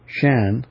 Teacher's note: And Shan, the descending pitch, being the pronunciation of that name or word